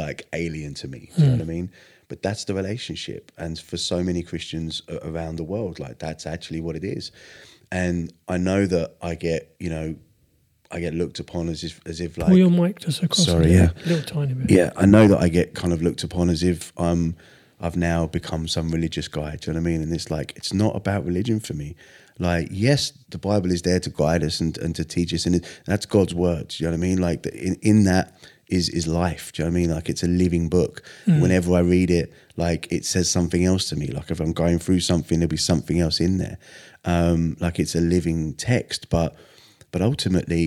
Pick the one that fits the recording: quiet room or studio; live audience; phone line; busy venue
quiet room or studio